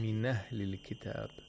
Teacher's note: the haraka of the hamza goes to that sakin letter which is before the hamza. And then we ignore that hamza. Yes. Min ahli becomes min ahli. · Term: naql